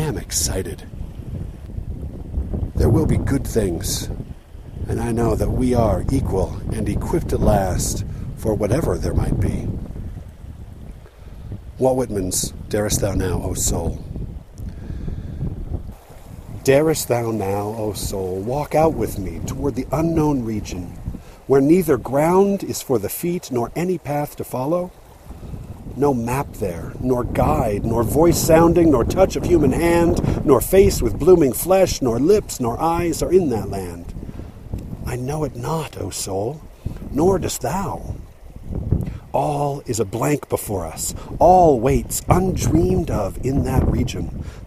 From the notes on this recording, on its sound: Recorded by the Diamond Fork River, but there was a bunch of obnoxious wind that sometimes you'll hear with lousy noise.